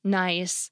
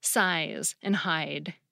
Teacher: the first part of the diphthong gets pronounced farther back in the mouth · Shown in: first take · Term: price backing